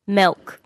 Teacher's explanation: There is a tendency for I to become E